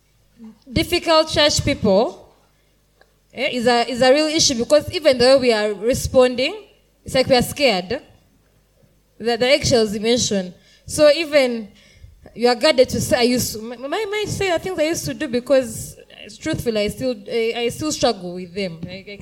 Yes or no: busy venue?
yes